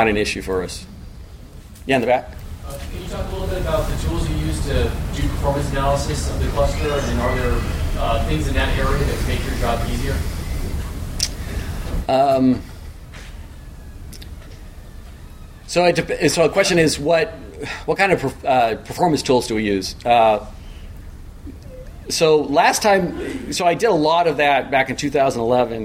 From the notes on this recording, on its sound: A recording from a MeetBSD California 2014 talk